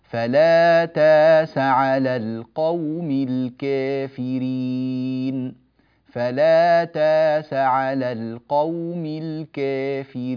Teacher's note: كلمة تاس الهمزة فيها يعني مبدلة وليست محققة